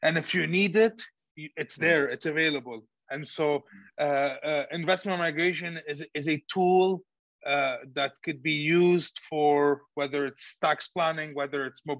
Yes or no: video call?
yes